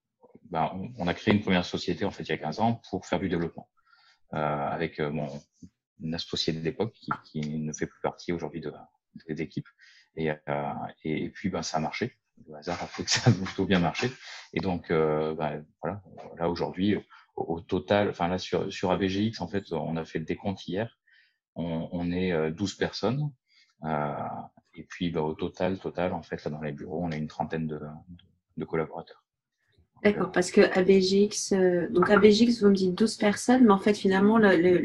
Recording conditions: video call